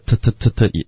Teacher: 那英式口音他们会保持这个 t t t t 音，所以他们听起来会比较正式，也比较高大上